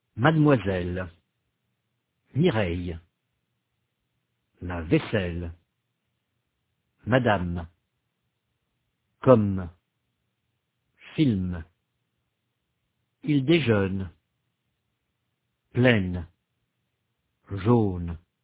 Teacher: les consonnes finales françaises sont suivies d'une détente